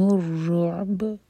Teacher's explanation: عین ساکن پر جھٹکا نہ ہو اور با پر قلقلہ